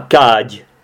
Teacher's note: Loď, což se píše z dě, ale čte se to jako ť.